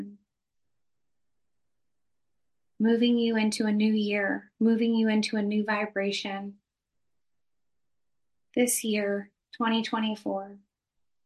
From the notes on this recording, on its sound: Bonus Episode - From Zoom Healing Session. Recorded during a profound healing session via Zoom.